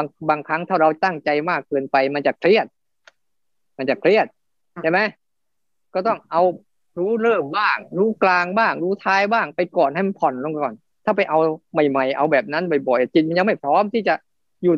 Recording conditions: video call